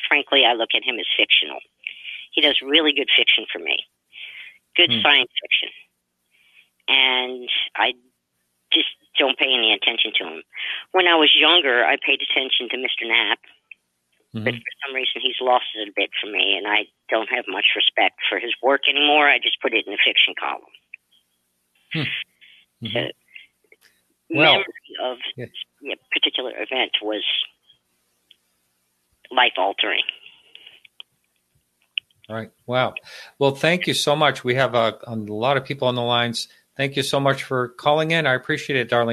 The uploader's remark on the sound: Listener call-in show. KGRA Radio.